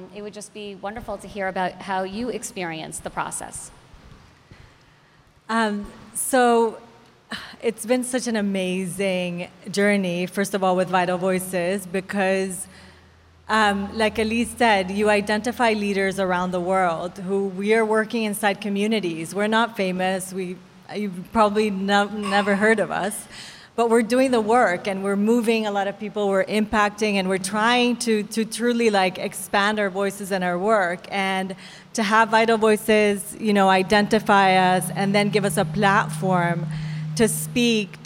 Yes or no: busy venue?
yes